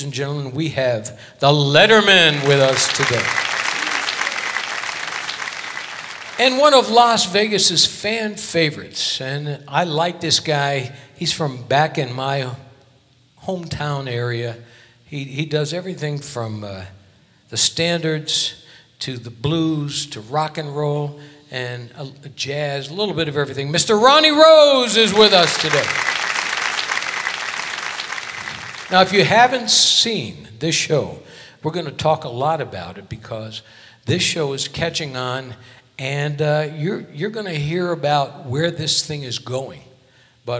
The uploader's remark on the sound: Live at the SouthPoint Casino